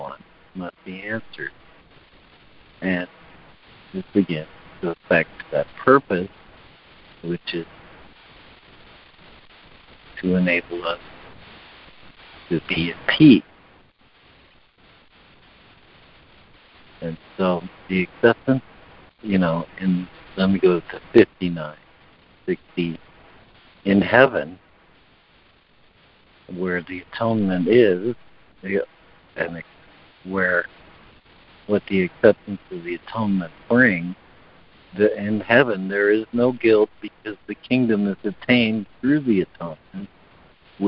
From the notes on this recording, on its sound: ACIM Daily Conference Call